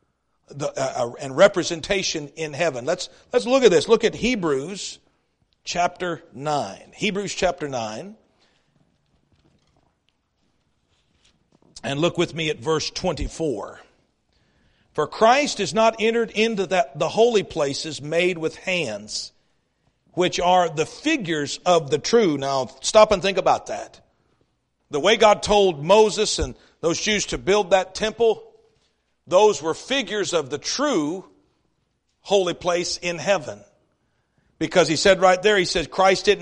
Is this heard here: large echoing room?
yes